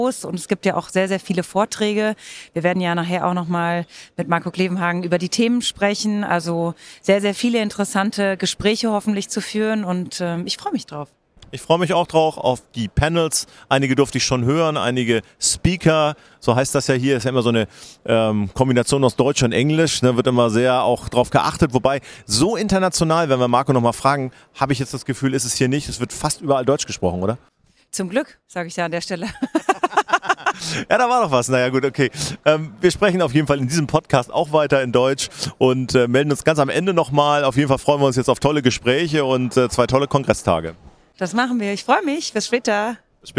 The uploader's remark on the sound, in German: Live vom SPOBIS.